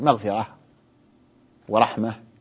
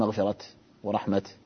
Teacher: فالأفصح فيها أن يوقف عليها بالهاء · Shown in: first take · فكما نطقتها مغفرة ورحمة، ومن العرب من يقف عليها بالتاء يقول مغفرة ورحمة، لكن هذا أيضا أقل فصاحة، أقل فصاحة، فالأفصح في مثل هذا أن تبدل هاء، كما أن الأفصح في ما جمع بألف وتاء مزيلتين أن يوقف عليه بالتاء الساكنة.